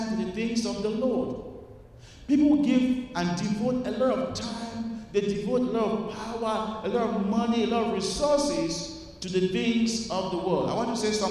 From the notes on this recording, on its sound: at Broadway Baptist Church, Lexington, Kentucky